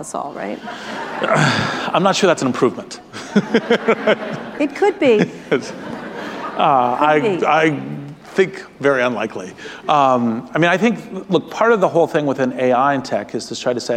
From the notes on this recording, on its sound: In front of a live audience. At the Anti-Defamation League conference "Never Is Now" in San Francisco.